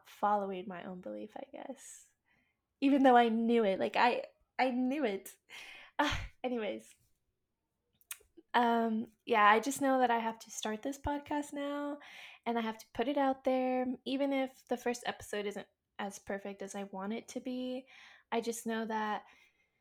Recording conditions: sounds in the background